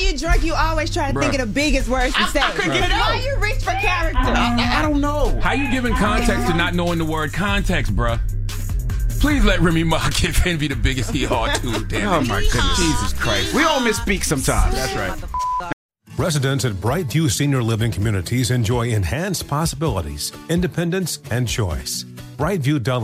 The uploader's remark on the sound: Listeners call in to share who they would like to nominate for Donkey of the Day.